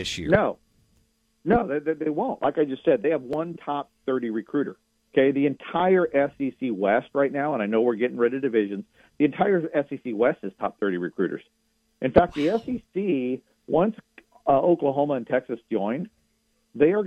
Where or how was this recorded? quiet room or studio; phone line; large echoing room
phone line